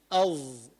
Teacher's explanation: أما الظاء أين مخرجها؟ الظاء، الظاء طرف اللسان إلى جهة الثنايا العليا، ما ها بين الثنايا العليا، أظ.